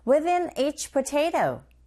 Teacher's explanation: 각각의 단어에 강세를 주고 within은 제외하고 within each potato 이렇게 하시면 되겠죠?